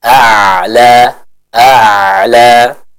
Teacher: kita baca A dulu, Hamzah A, lalu berpindah kepada huruf Ain yang sukun · Term: hamzah dan ain